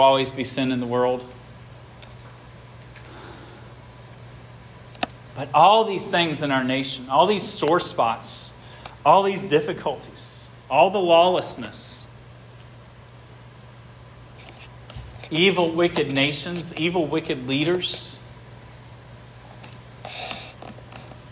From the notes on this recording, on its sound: This sermon was preached at Hope Fellowship.